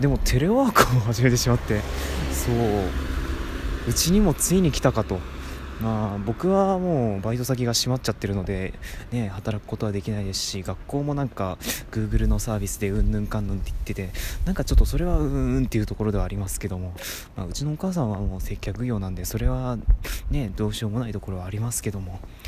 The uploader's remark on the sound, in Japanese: 歩きながらの収録。外を歩きましょ！